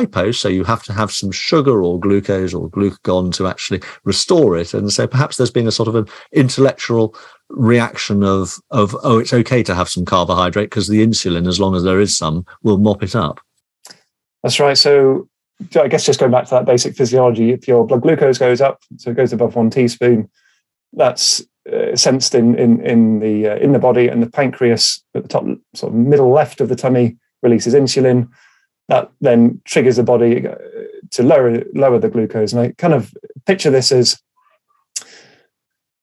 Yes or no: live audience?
no